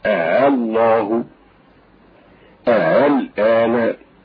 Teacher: مع تسهيل الهمزة الثانية بين الألف والهمزة